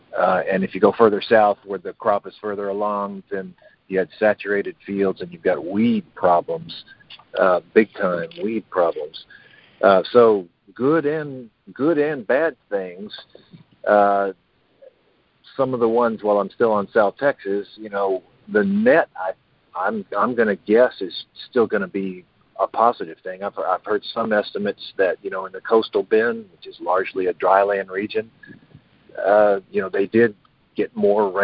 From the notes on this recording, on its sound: Recording of the June 2021 Monthly Conference Call On Cotton.